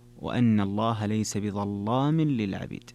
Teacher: وغلظ ورش فتح لام لصادها أو الضاء أو للطاء. إذن قوله بظلام، اللام هنا مغلظة وهي في أصلها أنها مرققة · Term: تغليظ اللام